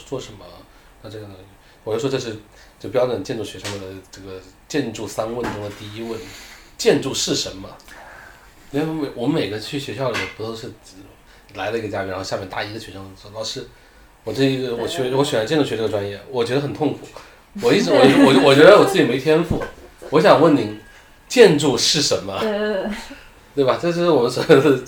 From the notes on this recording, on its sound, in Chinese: 录音质量不佳，并伴有喝酒做饭吃馄饨的声音。